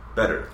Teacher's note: Well, generally in American English, when you have the T sound between two vowel sounds, it becomes a D